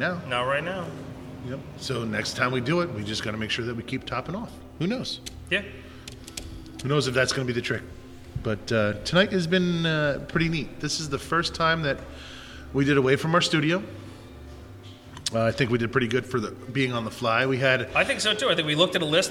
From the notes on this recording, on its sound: stayed warm drinking barrel-aged beer at Gnarly Brews Tap Room and Bottle Shop in Phillipsburg, NJ.